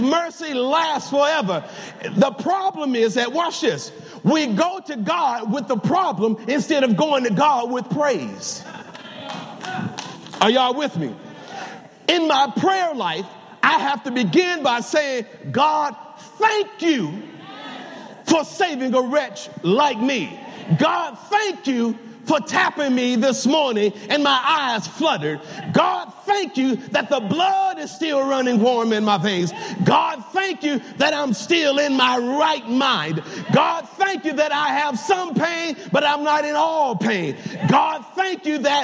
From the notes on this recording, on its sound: Welcome to Emmanuel Seventh-Day Adventist Church Live! Sabbath Divine Worship.